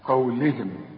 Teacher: قولهم القاف هي المفخمة ورقق للام قوي مع الهاء